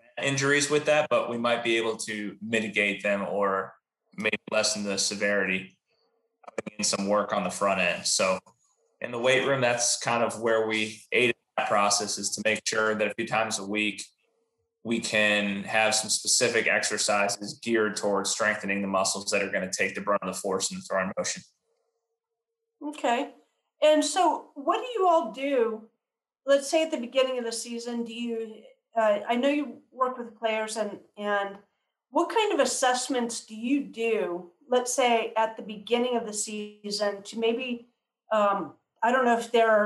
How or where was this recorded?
video call